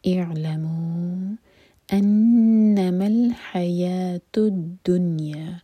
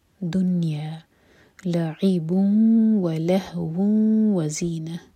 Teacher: make sure کہ نون پر سکون کی آواز آئے، نہ قلقلہ ہو اور نہ کسرہ کی آواز